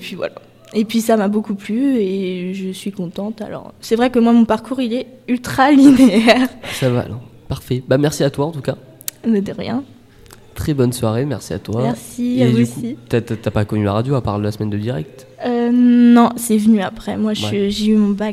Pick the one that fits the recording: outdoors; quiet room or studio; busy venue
busy venue